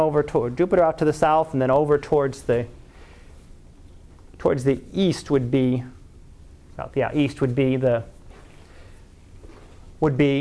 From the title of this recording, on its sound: Live Class Lecture